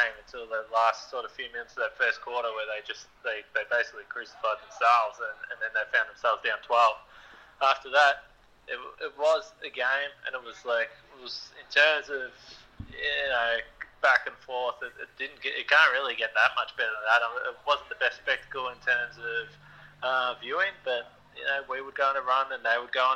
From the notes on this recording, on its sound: gets on the phone